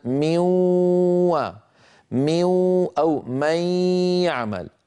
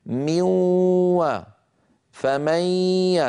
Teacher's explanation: نرى على الجدول أنه صار مدغما، وهذا الواقع. ميوا فميا، تحول الجزء اللساني إلى الحرف الآتي بعد النون · Term: الإدغام بغنة